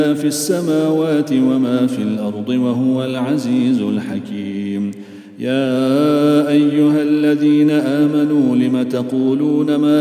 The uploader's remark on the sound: at the Houghton Masjid (West Street)